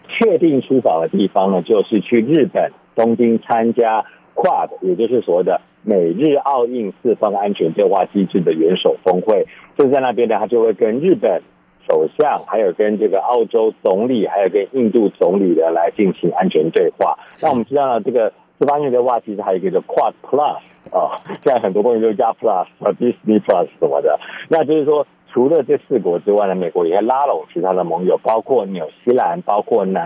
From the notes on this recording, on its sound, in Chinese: 連線美國之音白宮記者